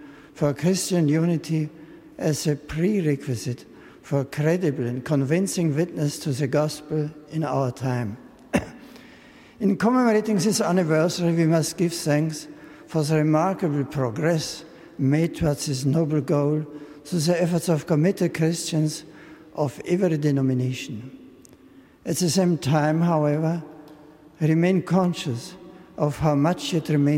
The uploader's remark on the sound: an Evensong service in Westminster Abbey